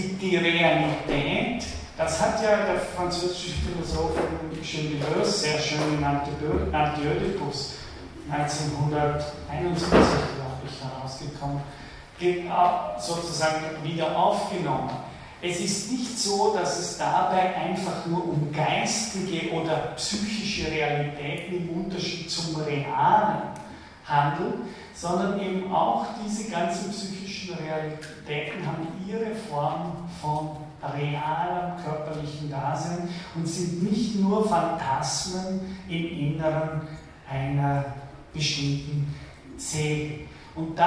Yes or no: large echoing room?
yes